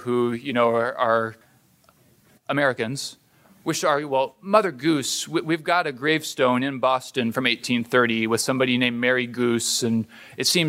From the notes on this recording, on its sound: This is the third in a series of shows from presentations delivered at the Hoogland Center for Teacher Excellence seminar on the art of teaching children's literature. The Hoogland Center is an outreach of the Hillsdale College K-12 Education Office.